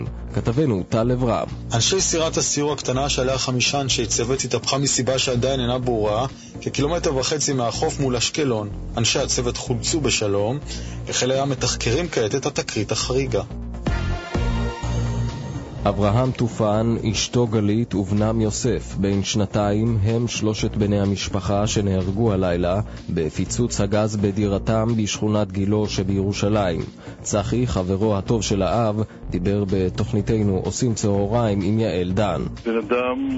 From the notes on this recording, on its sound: live via telephone